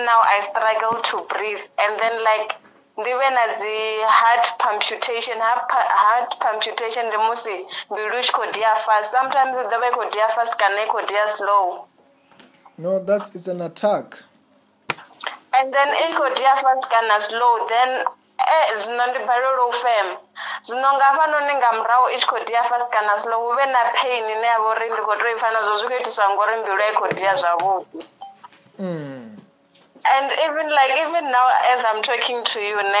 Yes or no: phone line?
yes